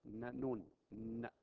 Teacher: والنون مخرجها من طرف اللسان مع الحنك